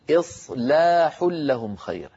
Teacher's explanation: لابد من ترقيق اللام بعد تفخيم الصاد، فلا نقول إصلاح، قل إصلاح لهم.